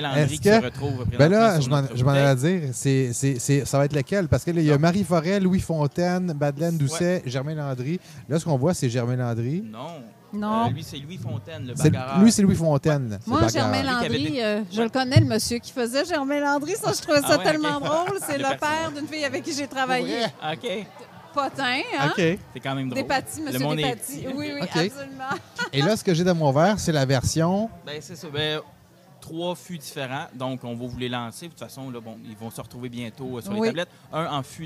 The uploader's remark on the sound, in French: En direct du tout premier GinFest Boréal